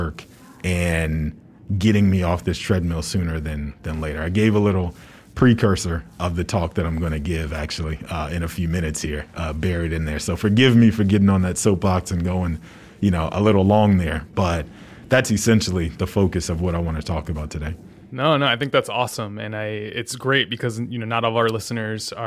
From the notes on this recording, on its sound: Coming to you live from CHROMA 22 in Philadelphia. This special live episode.